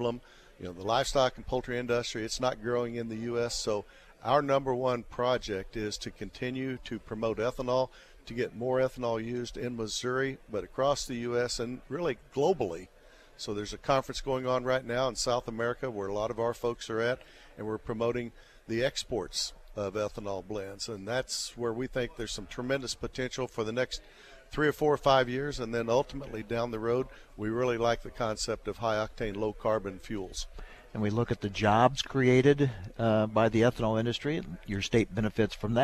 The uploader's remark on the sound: Adams on Agriculture is at the National Ethanol Conference in Orlando.